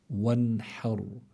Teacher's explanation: فلو نظرنا منلاقي إلا الحرف الذي قبلها الحاء وعلى فتحة، فإذا الراء هون تكون في حالة التفخيم، فنقول وانحر، بس ما منفخم الحاء، نرقق الحاء لأنه من حروف الاستفال